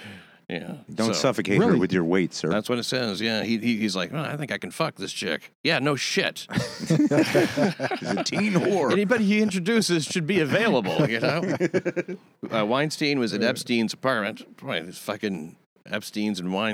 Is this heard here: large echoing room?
no